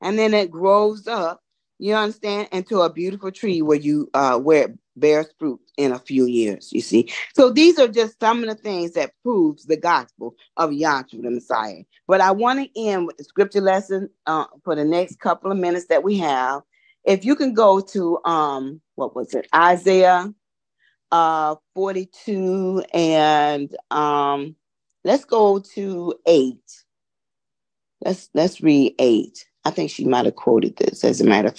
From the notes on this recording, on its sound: Oceanside Zoom Class.